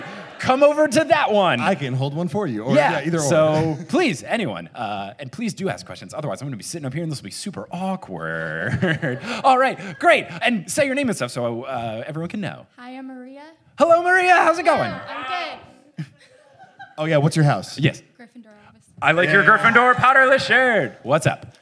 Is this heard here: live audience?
yes